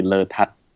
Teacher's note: The very Thai way to pronounce it would be Letad. So the emphasis on the tat.